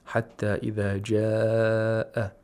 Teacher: It's compulsory lengthening, and you're not allowed to lengthen it less than four vowel counts. · Term: Mad Wajibul Muttasil